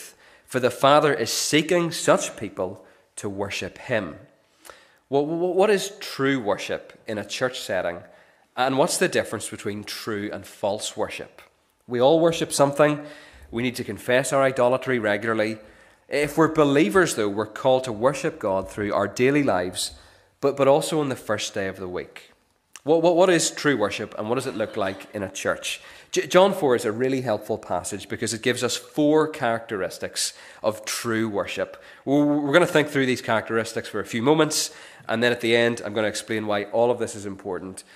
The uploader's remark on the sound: This is the recording of the Bible reading and sermon from our morning service on Sunday 3rd September 2023.